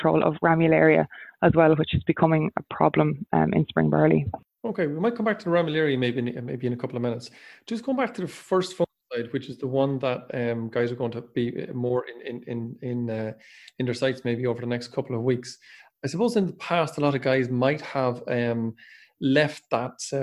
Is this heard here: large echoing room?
no